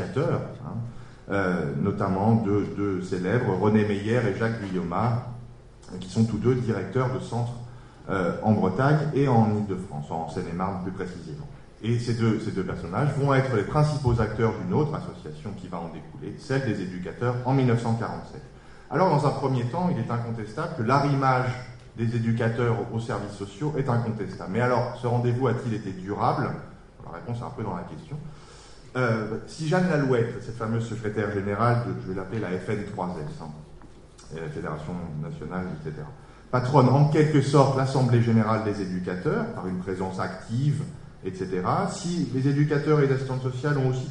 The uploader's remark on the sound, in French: Lors du colloque organisé le 29 janvier 2016 aux Archives nationales